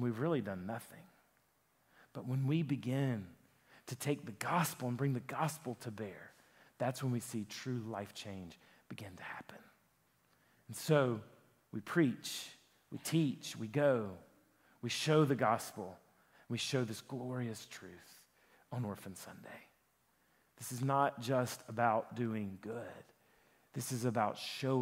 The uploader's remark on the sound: a sermon that he preached at Lifepoint Church